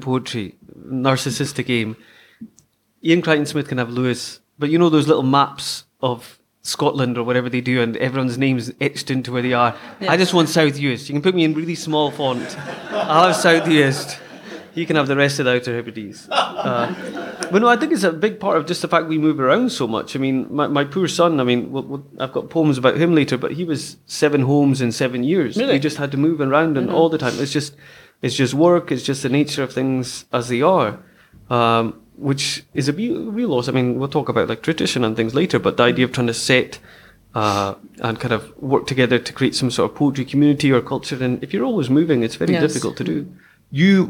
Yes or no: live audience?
yes